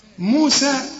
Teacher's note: حنمد السين دي المد بتاعها حركتين